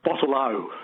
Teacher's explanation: Western Australian, by the way, they very much emphasise any O at the end of a word